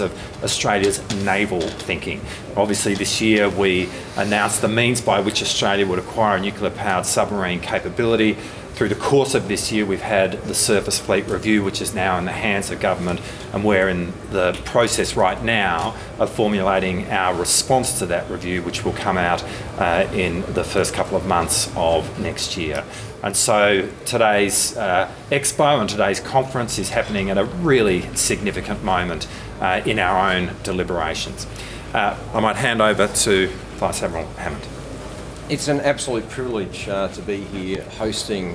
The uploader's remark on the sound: was at the Indo Pacific 2023 event opening's ministerial press conference, recording the full Q&A